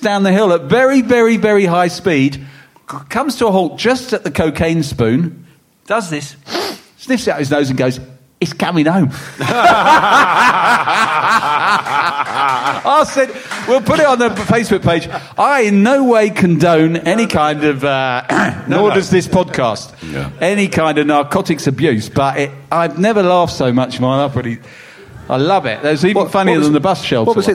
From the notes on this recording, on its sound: we bring this special episode LIVE from the Albany on London's Great Portland Street!